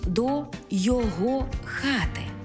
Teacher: Коли прийменник поєднується не із займенником, а з іншою частиною мови, від якої цей займенник залежить, то наголос не змінюється. Тобто займенник зберігає свій наголос на другому складі, навіть якщо і прийменник присутній